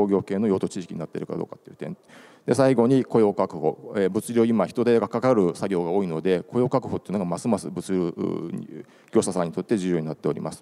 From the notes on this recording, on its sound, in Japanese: 1月28日に東京証券取引所で開催した「J-REITファン2017」に登壇した「ラサールロジポート投資法人」のIRセミナーをダイジェスト版でお送りします。